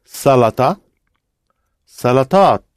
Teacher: because it's ta in salata, it tends to move the sound of the ending, et, tends to move it back in the mouth, and that's why it becomes salatat.